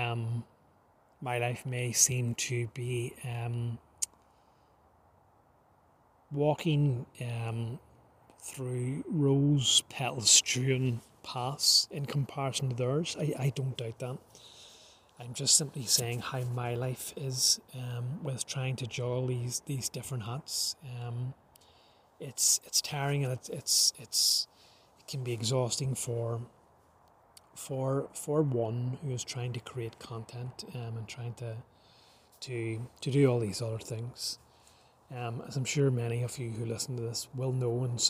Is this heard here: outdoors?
yes